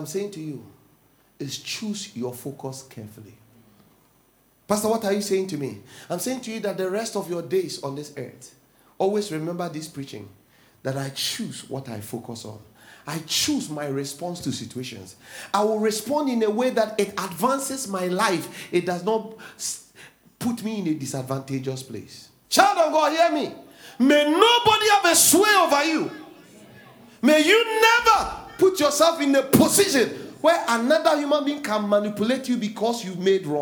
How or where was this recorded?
large echoing room